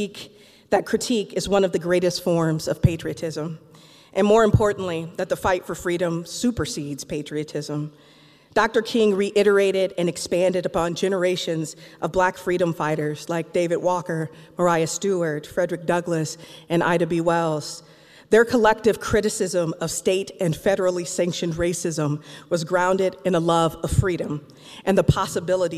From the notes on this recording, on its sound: Live from the Overture Center for the Arts in the Capitol Theater and presented by the Madison/Dane County King Coalition. WORT carried the observance live on the air.